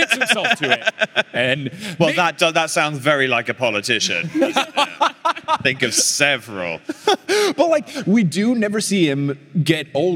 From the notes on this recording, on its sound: Live from LeakyCon Orlando 2022